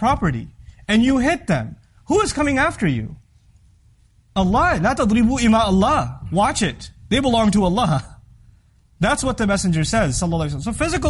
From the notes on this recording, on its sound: This Khutbah was recorded on October 14th, 2016 in the Euless Masjid.